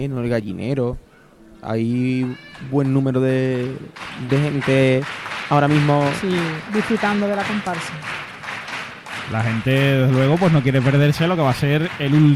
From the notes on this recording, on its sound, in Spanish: En directo desde el Gran Teatro Falla de Cádiz.